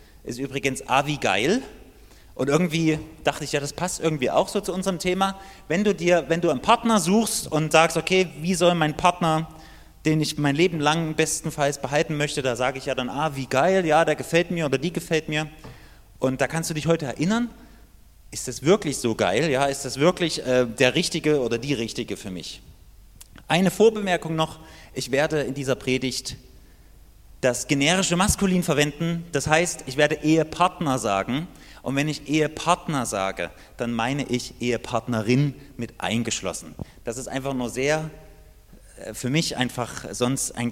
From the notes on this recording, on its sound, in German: Die Predigt ist aus dem Gottesdienst vom 7.